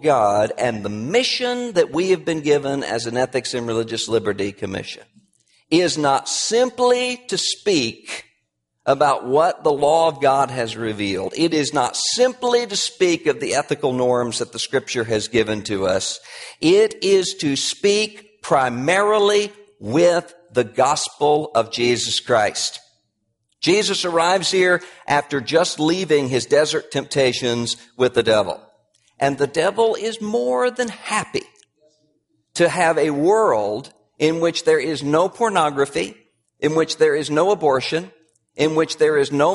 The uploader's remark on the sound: Address at Capitol Hill Baptist Church in Washington, D.C. About 200 key evangelical and political leaders were there.